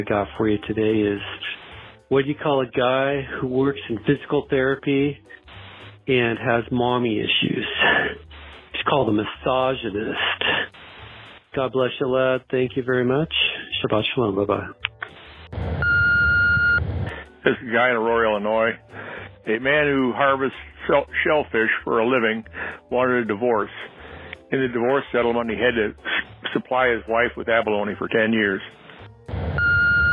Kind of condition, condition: link, phone line